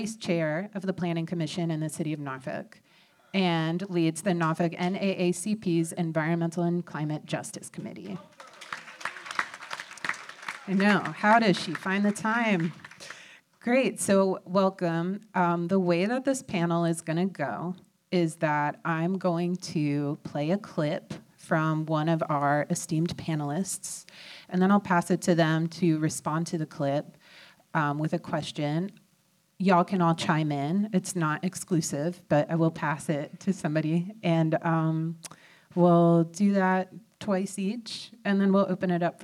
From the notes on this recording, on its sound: A live panel. This was recorded live at the Attucks Theatre as part of our Community Listening Party.